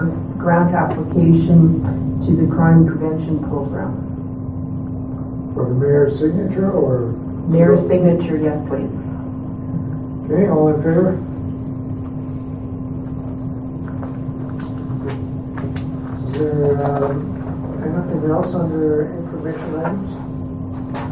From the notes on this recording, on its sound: Audio recording of the September 26, 2016 Regular Meeting of Peace River's Town Council.